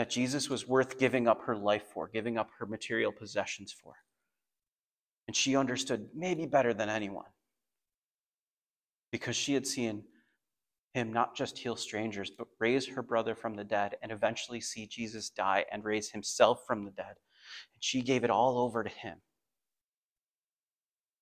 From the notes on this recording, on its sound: Message recording from Come to Life Bible Church.